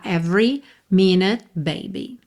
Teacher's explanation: Every, atenção que esse e do meio não é pronunciado